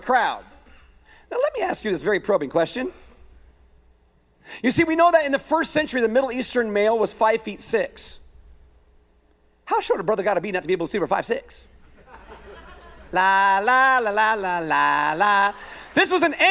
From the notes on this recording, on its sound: A weekend message at Higher Vision Church